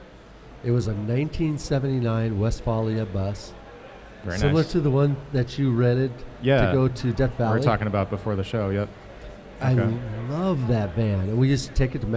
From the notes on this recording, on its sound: Live at Absolution Brewery.